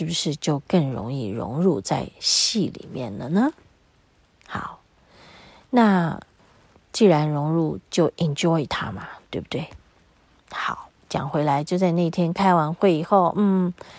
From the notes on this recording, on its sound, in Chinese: 延續上週造訪雪見遊崎嶇實況錄音的第二部分。在司馬限林道的某一處遇見一群鳥兒正飛到依我們路經的樹叢覓食。大自然裡的聲響也此起彼落一起吟唱。